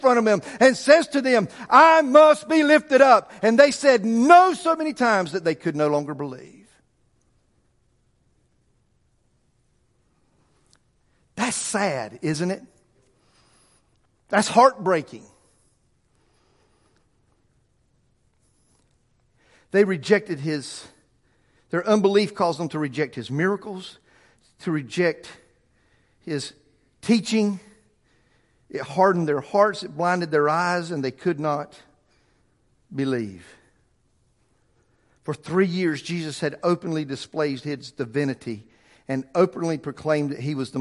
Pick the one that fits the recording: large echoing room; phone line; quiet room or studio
large echoing room